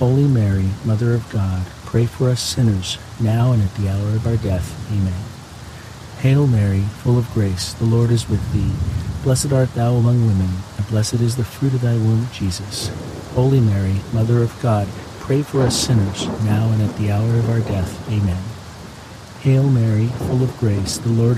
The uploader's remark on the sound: HEAVY RAIN. The natural ambient sounds of heavy pouring rain with crackling thunder and lightning will fill your senses with calm and wash away distractions alongside this Monday rosary.